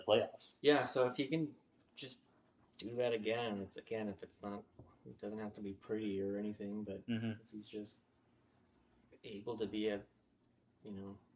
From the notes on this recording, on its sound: Technical difficulties episode.